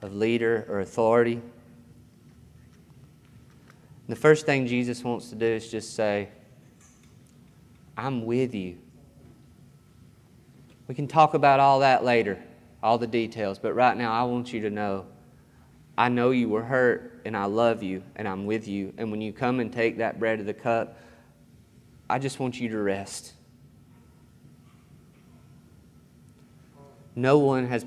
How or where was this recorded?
large echoing room